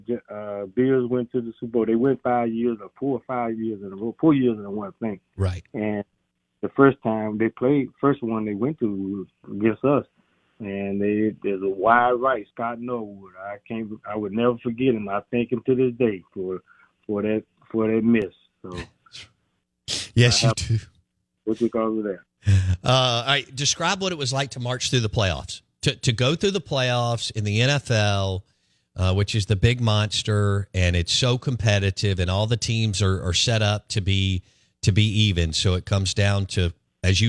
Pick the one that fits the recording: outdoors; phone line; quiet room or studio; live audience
phone line